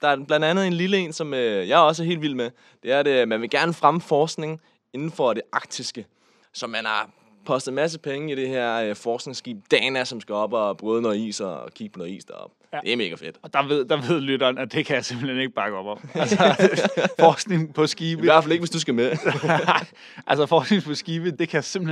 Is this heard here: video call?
no